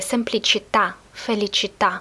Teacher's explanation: В итальянском много таких слов с окончанием женского рода «а» с ударением на «а».